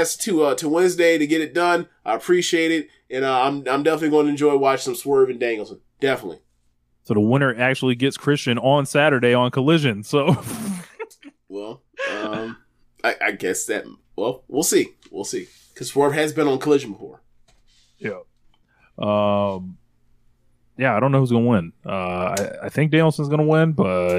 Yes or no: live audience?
no